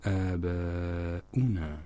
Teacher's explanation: هنا في كلمة آباؤنا فإن المد الذي للألف مد طبيعي، الألف الأولى، وبالنسبة إلى الألف الثانية المد أكثر من الطبيعي، عليه علامة المد، يعني يمد مدا طويلة بسبب مجيء الهمزة بعده. إذن هذا المد للألف الثانية مد متصل، يعبر عنه بالمد الواجب لاتفاق القراء على وجوب مده وإن اختلفوا في عدد حركاته.